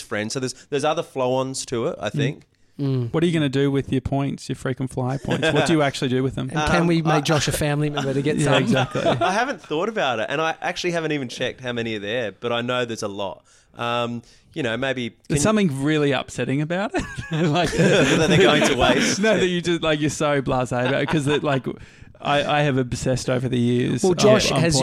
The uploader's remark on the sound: Live from the Sofitel in Melbourne